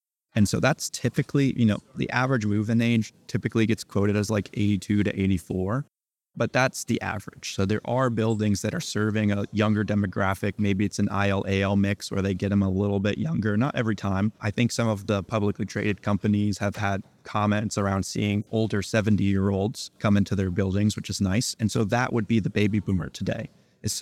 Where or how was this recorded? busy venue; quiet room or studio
busy venue